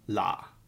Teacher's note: a low falling tone